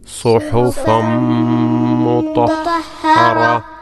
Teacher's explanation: ഒരു ചെറിയ ഒരു ഹ ഉച്ചരിച്ചുകൊണ്ട് അതിന് സുക്കൂൻ നൽകിക്കൊണ്ട് വഖഫ് ചെയ്യുക